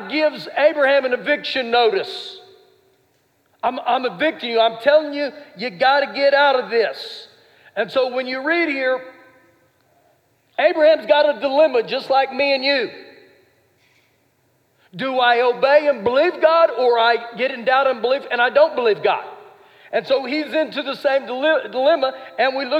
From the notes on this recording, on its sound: Recorded live during our Wednesday night service